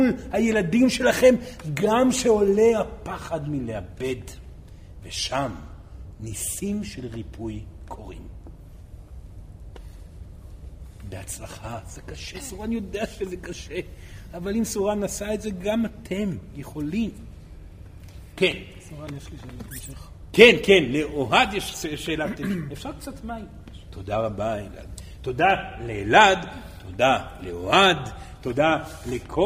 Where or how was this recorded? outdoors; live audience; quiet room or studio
live audience